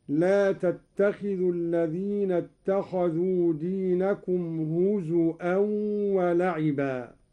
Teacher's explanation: قرأ قالون بهمز الواو